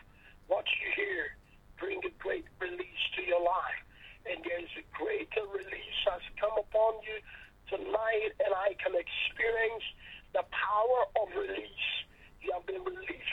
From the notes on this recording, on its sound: Speaking via phone to group in Sierra Leone.